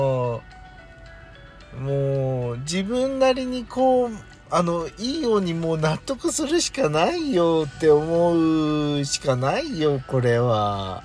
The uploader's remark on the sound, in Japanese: パーキング収録